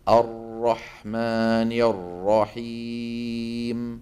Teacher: الراء إذا ضاق مخرجها إجباري شو لازم يصير اللسان؟ يرتجف فيها. · Term: التكرير